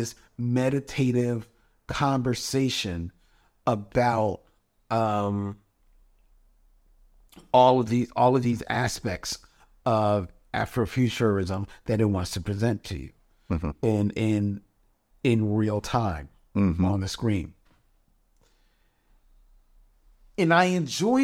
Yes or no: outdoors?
no